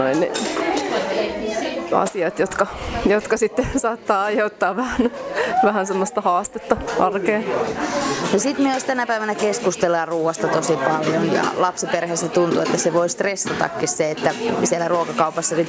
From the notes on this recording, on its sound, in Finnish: tapasi pienten lasten vanhempia Mannerheimin Lastensuojeluliiton Nöykkiön perhekahvilassa